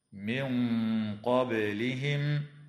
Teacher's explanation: وتخفى النون الساكنة عند القاف مع الغنة مفخمة في قوله تعالى: من قبلهم.